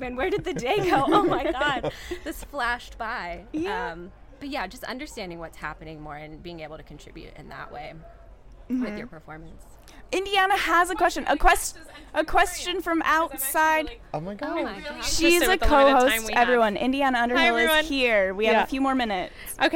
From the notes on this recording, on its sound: We are live, on-location at the TCL Chinese Theatre for the 19th annual Oscar Qualifying HollyShorts Film Festival. We are live, on-location at the TCL Chinese Theatre for the 19th annual Oscar Qualifying HollyShorts Film Festival.